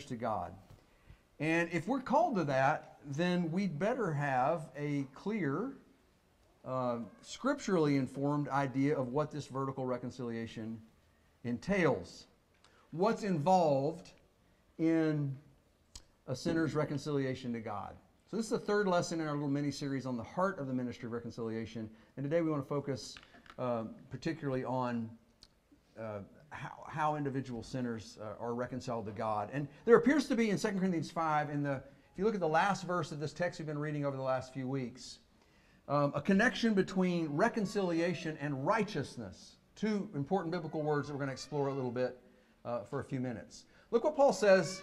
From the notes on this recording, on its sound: Fuquay-Varina church of Christ sermon audio